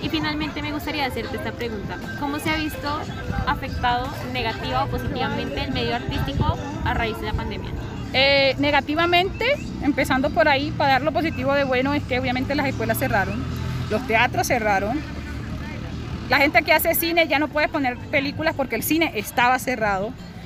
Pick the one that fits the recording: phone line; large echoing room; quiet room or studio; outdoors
outdoors